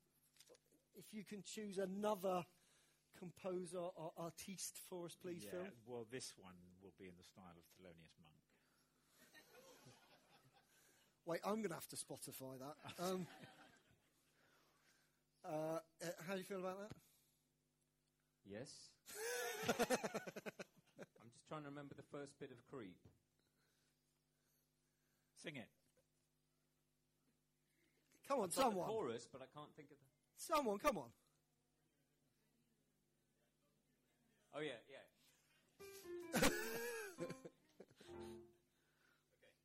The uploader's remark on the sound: No small amount of audience participation.